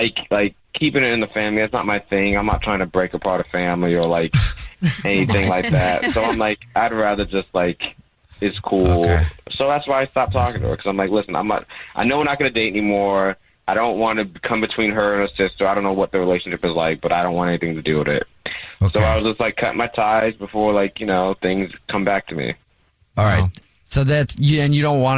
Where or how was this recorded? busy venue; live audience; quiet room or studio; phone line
phone line